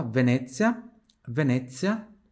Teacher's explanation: o Z aqui tem som de TS também